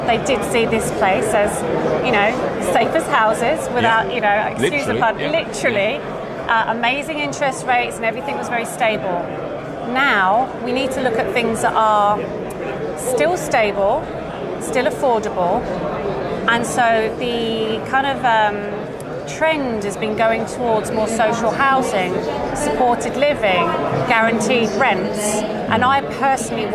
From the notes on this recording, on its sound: talk to a range of property professionals at the Asian Jewish Business Network Conference at the QEII Centre in London